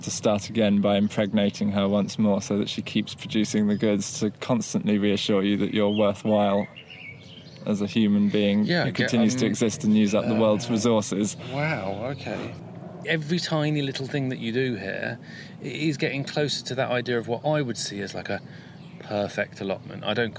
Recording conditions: outdoors